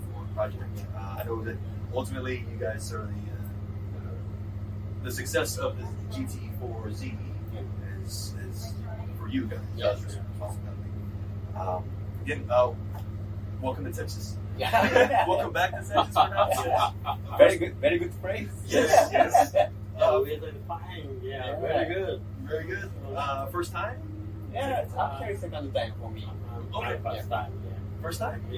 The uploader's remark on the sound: An interview with Nissan and NISMO engineers during GT4 America at COTA!